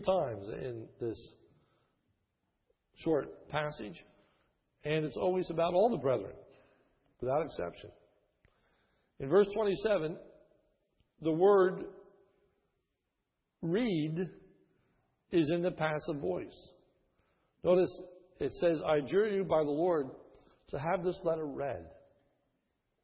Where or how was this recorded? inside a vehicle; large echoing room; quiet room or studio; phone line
large echoing room